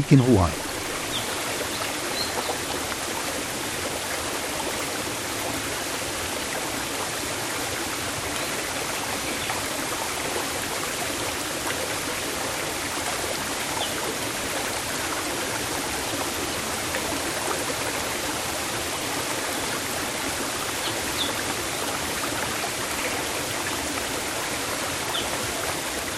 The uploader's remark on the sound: A small waterfall on the big island of Hawaii